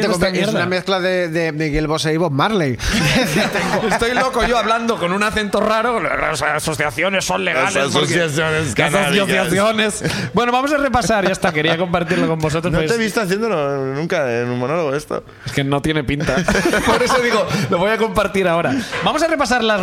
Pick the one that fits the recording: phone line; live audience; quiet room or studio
live audience